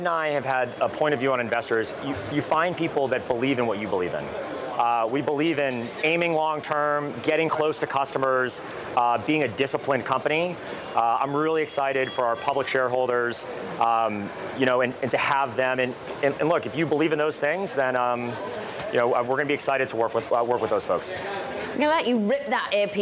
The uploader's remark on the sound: live from the floor of the New York Stock Exchange